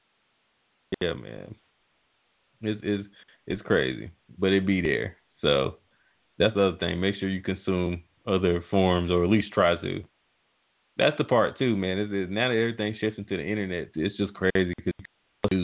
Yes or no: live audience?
no